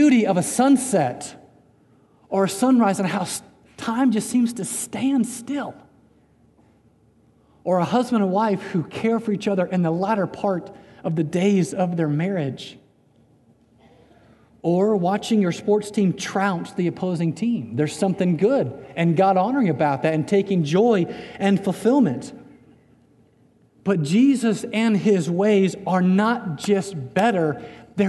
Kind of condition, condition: setting, large echoing room